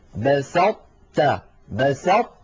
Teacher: أطبقنا اللسان على طاء من غير قلقلة، تا فتحنا على تاء، فلا نحن أظهرناها فقلنا بسطت، ولا نحن أدغمناها إدغاما كاملا فقلنا بسطت. · Term: الإدغام الناقص